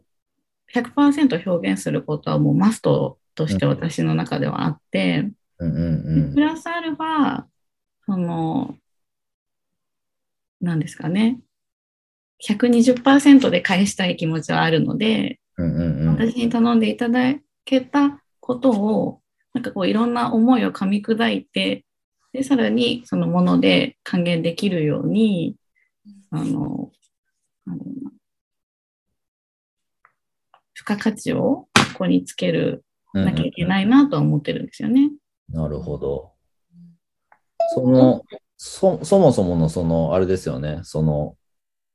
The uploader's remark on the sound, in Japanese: 本編は2022年1月27日に「Zoom」を使用して収録されました